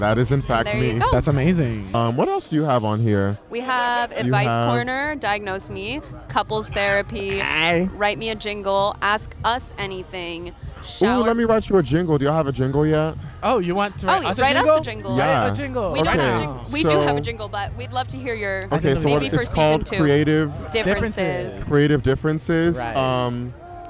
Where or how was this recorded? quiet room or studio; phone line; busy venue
busy venue